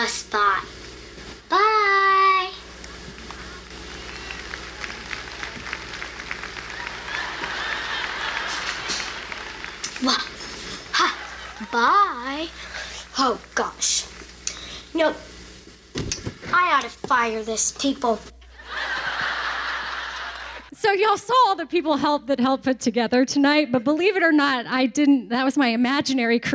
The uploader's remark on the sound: Our first ever LIVE podcast taping went down in Wichita and we had the best time!! It was so awesome to have listeners from all over Kansas join us and even cooler that some traveled from Texas, California, Oklahoma, Colorado, and West Virginia to be a part of this special evening!